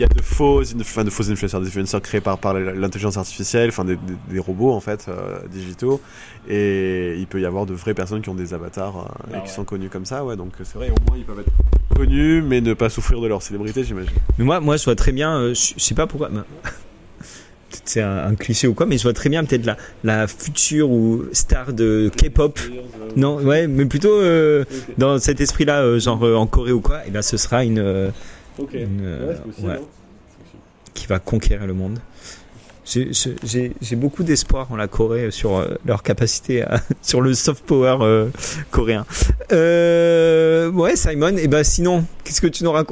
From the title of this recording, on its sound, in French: En direct du Metaverse Entertainment World Summit (MEWS) Monaco